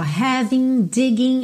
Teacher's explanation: a gente não pronuncia o G final das terminações ING